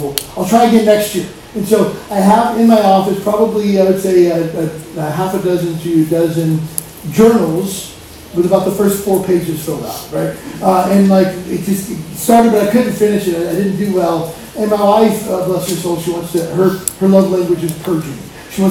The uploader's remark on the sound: POOR QUALITY AUDIO WARNING